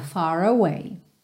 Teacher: far away, a gente junta no R enrolado